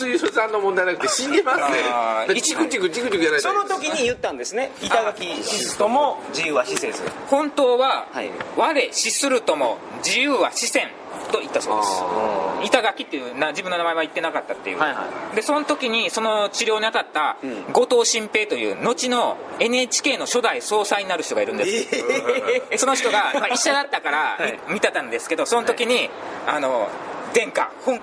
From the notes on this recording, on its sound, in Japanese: 高知県の観光スポットでロケ収録その２（高知市立自由民権記念館、高知城）。高知県の観光名所に実際に行って収録をするという企画その２です。